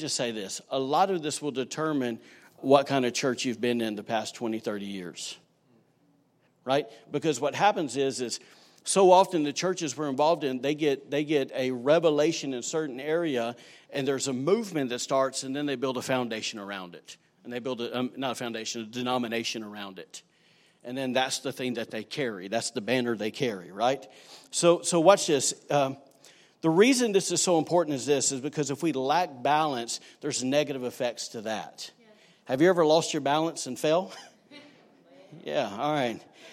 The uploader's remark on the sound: recorded on Sunday, November 10, 2019, during service at The Anchor Church in Rockport, Maine